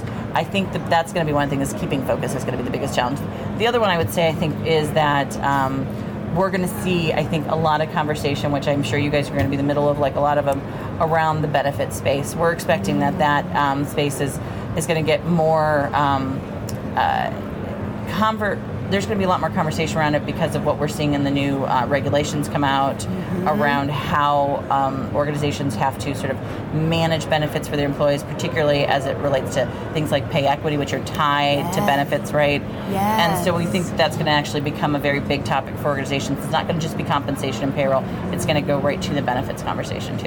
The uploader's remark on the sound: Unum took its Gartner Marketing Award-winning HR Trends podcast studio on the road (again) to the 2023 HR Technology Conference & Exposition , held October 10–13 in Las Vegas.